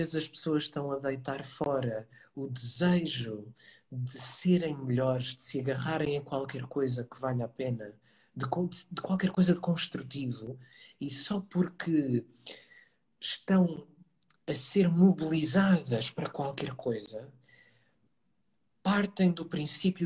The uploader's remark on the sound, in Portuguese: Conversa Live IG